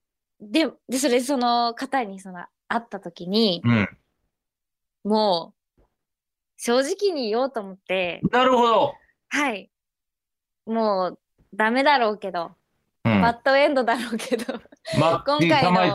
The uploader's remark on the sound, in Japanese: 今回はリモート収録で行っております。